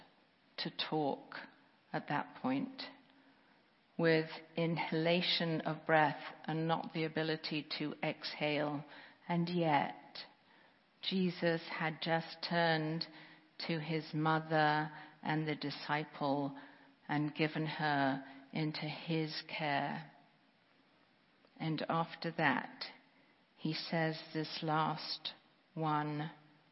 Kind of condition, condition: setting, large echoing room